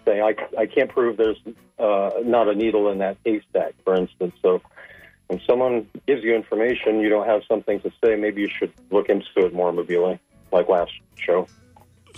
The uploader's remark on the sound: unique magazine format call-in show